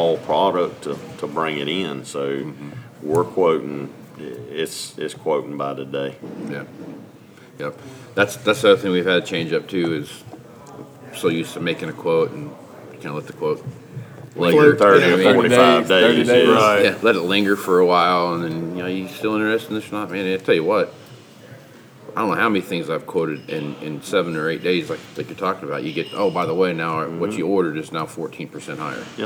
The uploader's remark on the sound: Live From #MovingIronSummit21